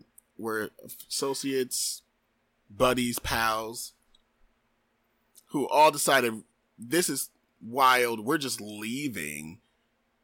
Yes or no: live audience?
no